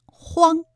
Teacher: 还有一个后鼻音荒，韵母是昂